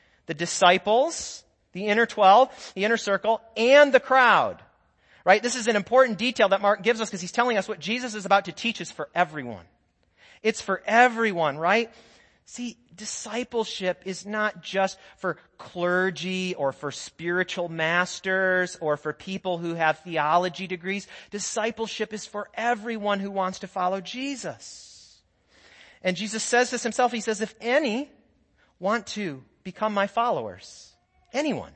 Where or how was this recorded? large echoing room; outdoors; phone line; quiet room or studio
large echoing room